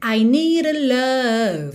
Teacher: o fato é que a gente tem esse r no final de need